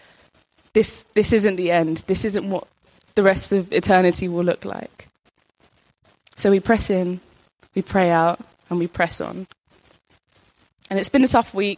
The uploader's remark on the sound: Recorded live at our Sunday Service in Harris Academy Purley, Croydon.